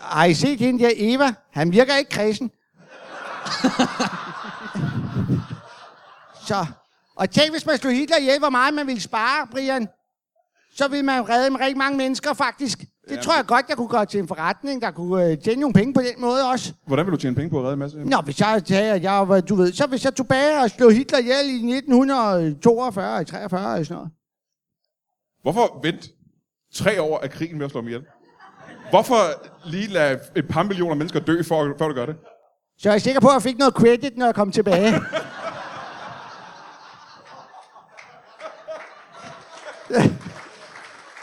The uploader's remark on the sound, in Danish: Live fra Comedy Zoo København